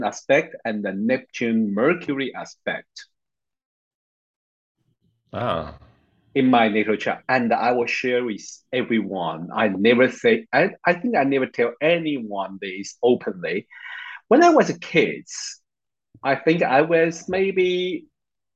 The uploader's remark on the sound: As I travel in Taiwan to see mu family I have poor wifi connection while recording next two episodes.